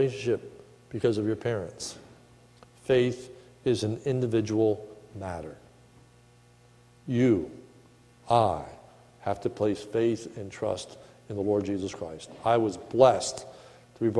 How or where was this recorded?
large echoing room